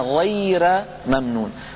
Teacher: رققنا الراء لأنها مسبوقة بياء ساكنة